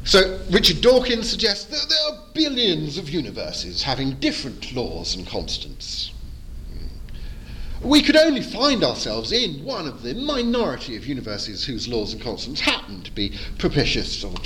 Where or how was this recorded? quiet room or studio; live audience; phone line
live audience